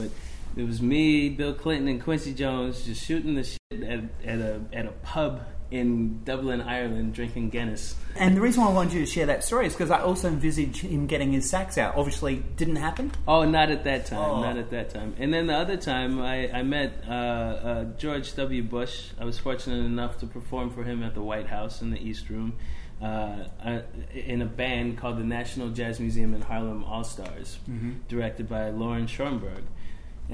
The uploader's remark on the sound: Whilst in Adelaide. Had a chat at Peter Rabbit in the heart of the City prior to that night's show.